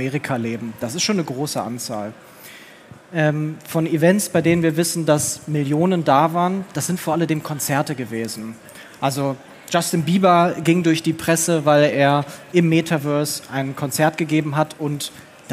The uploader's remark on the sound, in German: Diese Folge haben wir live auf der Bühne aufgenommen. In Dortmund.